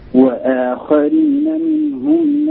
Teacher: تلاحظ ترقيق الهمزة وتفخيم الخاء